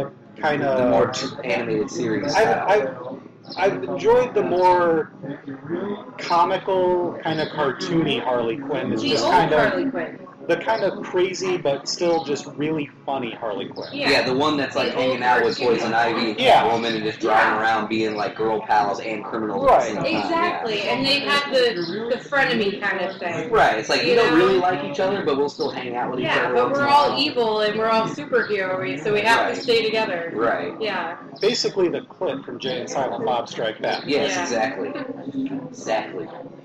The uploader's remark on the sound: This week we record live from Rudy's Big Smoke! Cigar Block Party!